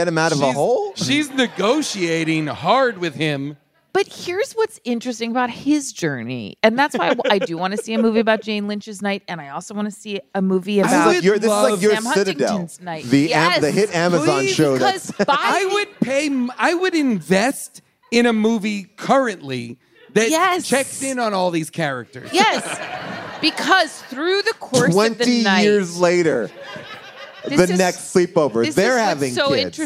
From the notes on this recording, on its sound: Sleepover LIVE! Recorded LIVE on June 15th, 2023 from Largo in Los Angeles.